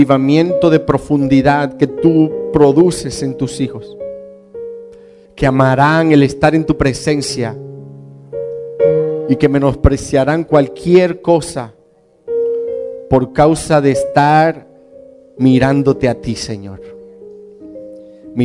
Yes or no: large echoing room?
yes